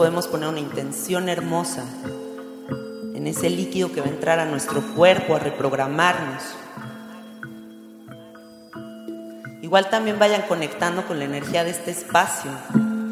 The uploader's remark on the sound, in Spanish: Meditación psicodélica/viaje astral en Immersia, en vivo. La meditación que guió en vivo en el primer encuentro oficial de "carnaliens" (fans del podcast), dentro de una instalación de arte lumínica llamada Immersia.